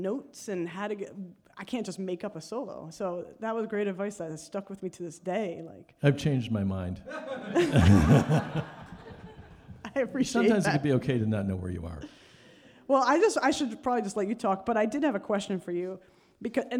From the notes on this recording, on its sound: A special live episode taped onstage at the Ashokan Center in Olivebridge, NY. At the inaugural Banjo Weekend.